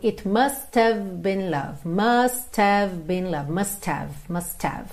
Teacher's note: Esse H do have, ele não é um som forte, ok? Não é uma consoante forte.